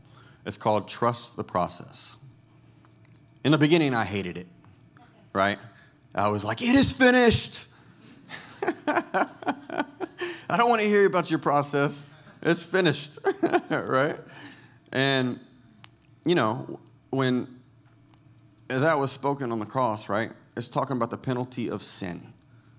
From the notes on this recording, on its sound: Recorded Sunday evening service at Reunion Hawaii